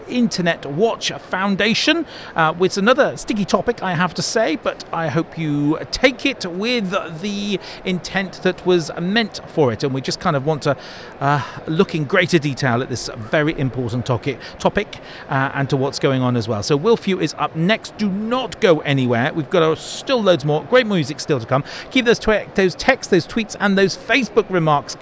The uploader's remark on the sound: Our first NetSupport Radio LIVE show from stand NL44 at BETT2020.